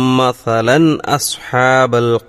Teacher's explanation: മസലൻ എന്ന് പറയുന്നിടത്ത് ആ തൻവീന് മസലൻ എന്ന് വ്യക്തമായി തന്നെ ഓതണം, കാരണം അതിനുശേഷം ഹംസാണ് വന്നിട്ടുള്ളത്.